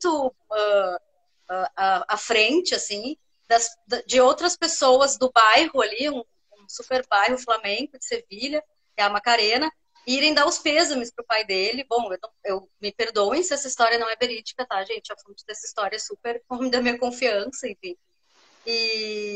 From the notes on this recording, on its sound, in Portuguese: de forma que a qualidade do áudio não é a mesma dos eps anteriores